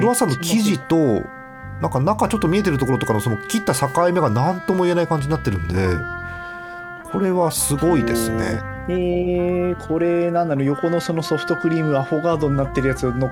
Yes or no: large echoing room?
no